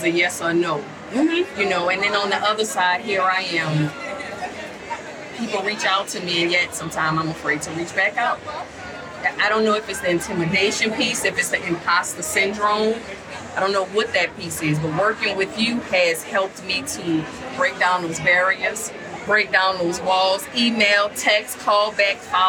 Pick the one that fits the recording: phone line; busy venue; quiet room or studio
busy venue